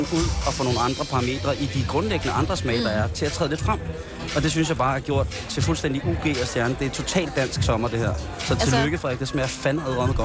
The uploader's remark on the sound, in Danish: I dag live fra Roskilde.